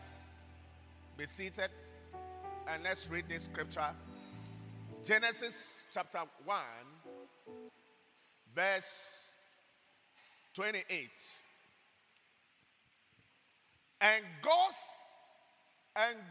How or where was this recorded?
large echoing room